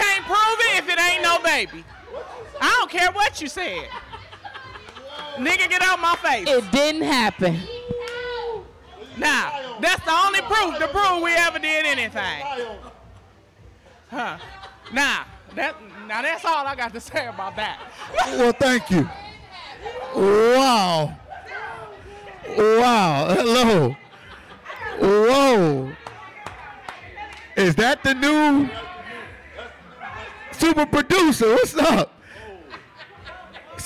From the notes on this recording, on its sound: A diverse panel of industry leaders, along with the author sparked quite the conversation with a live audience to discuss topics from the book.